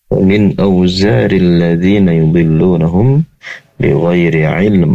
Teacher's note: Ainnya keluar dari tenggorokan bagian tengah.